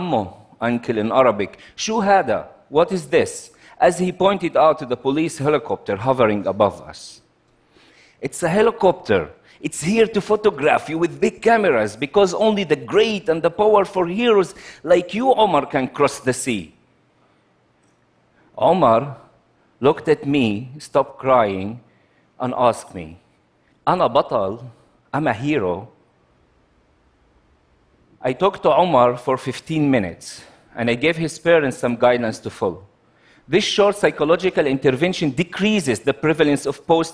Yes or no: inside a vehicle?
no